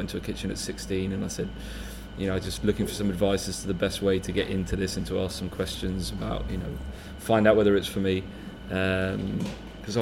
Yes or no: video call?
no